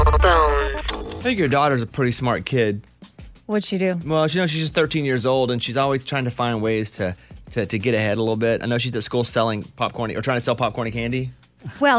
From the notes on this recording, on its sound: our listeners called